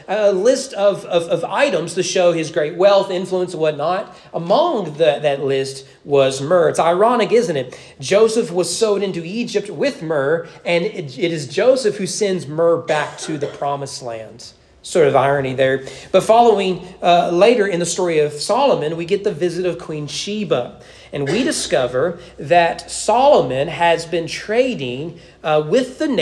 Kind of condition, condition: setting, large echoing room